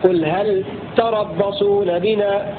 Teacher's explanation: قال وفي التوبة الغراء قل هل تربصون عنه، وجمع الساكنين هنا انجلى أي شدد البذل لفظ تربصون في حالة وصله بلفظ هل الذي هو ساكن في قوله تعالى قل هل تربصون بنا مع إظهار اللام، قل هل تربصون بنا إظهار اللام ساكنة بدون تحريك